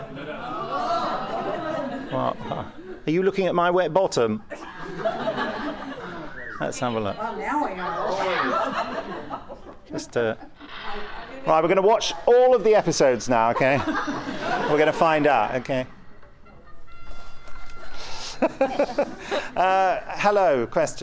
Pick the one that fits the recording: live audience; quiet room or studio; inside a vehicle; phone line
live audience